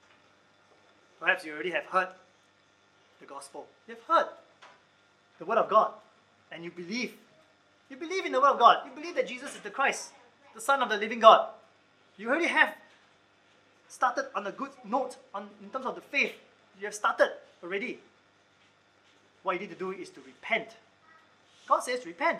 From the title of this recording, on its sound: Recorded Live/Sermon